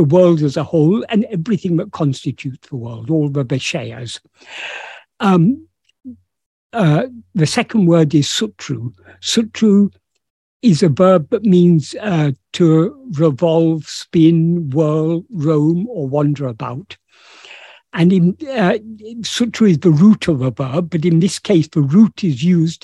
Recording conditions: video call